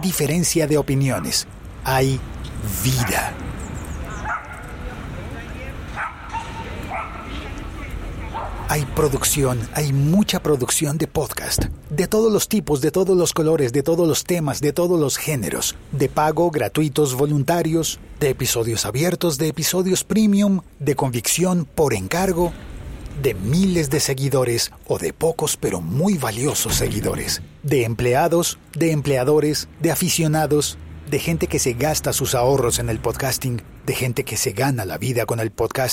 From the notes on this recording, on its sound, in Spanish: JPOD Binaural. Un episodio pódcast grabado en sonido binaural, por las calles de Madrid, de camino a las Jornadas de Podcasting de España.